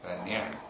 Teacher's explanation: فنعم بكسر النون وسكون العين